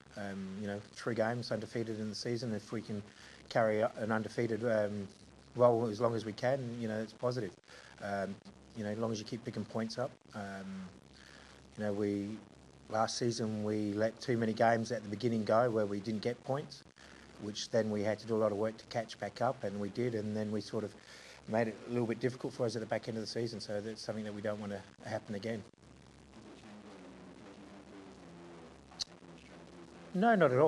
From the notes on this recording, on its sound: Post-Match Press Conference. Apologies for the audio quality.